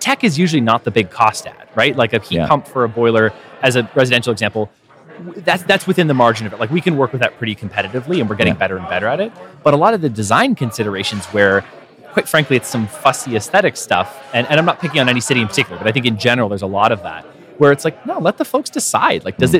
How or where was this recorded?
busy venue